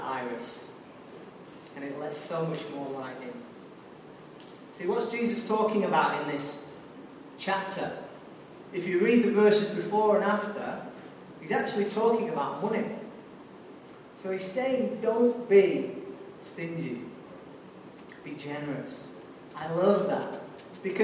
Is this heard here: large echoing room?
yes